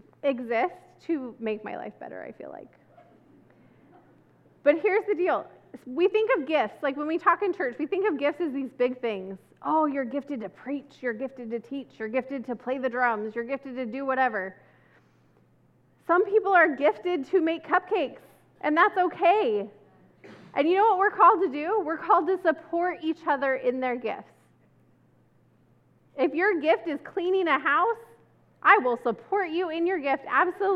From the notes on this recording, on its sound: This service was recorded on Sunday, September 11